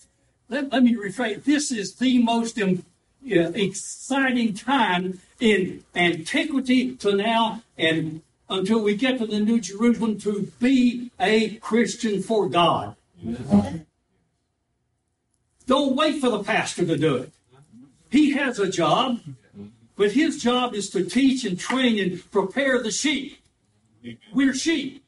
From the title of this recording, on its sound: live service